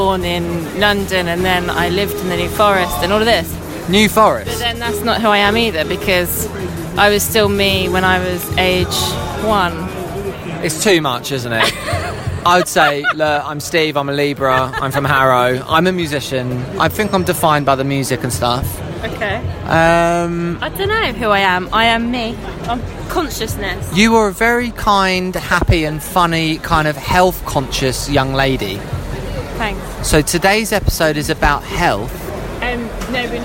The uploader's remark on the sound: live from the Fortnum & Masons bar at The Royal Exchange in the City of London